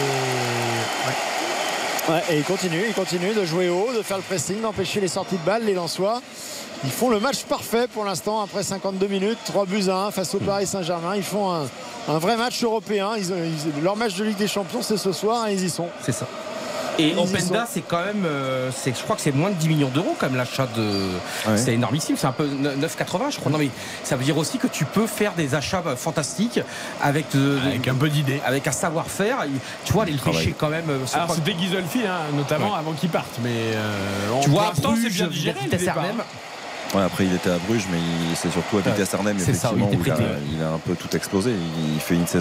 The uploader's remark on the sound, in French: en direct du stade Bollaert, dans une ambiance incroyable à guichets fermés